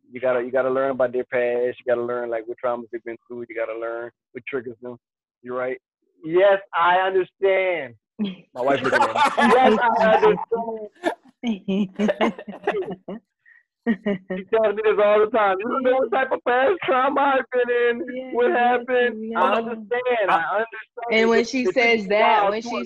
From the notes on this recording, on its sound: This is our first episode live on zoom